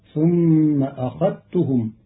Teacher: قرأ قالون كلمة أخذتهم بإدغام الذال في التاء للتقارب بين الحرفين فتصير ثم أخذتهم، والإدغام والإظهار لغتان عند العرب.